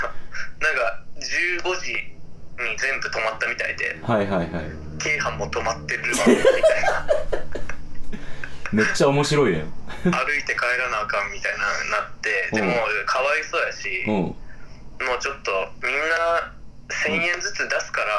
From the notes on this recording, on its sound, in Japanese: 苦肉の策のテレフォンショッキング収録